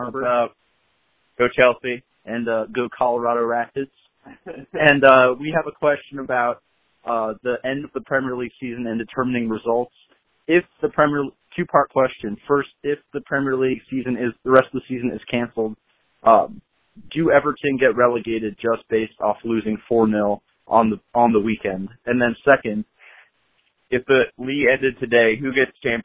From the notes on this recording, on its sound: a new segment on which we play GFOP phone calls